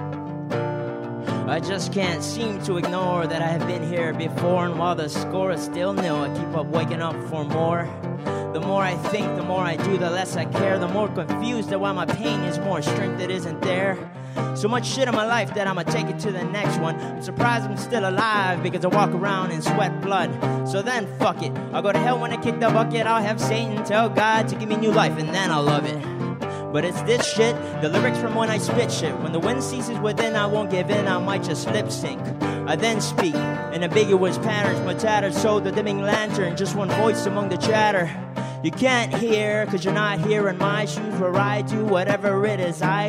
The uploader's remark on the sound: Live at Aces & Eights Bar. Live Acoustic Performances.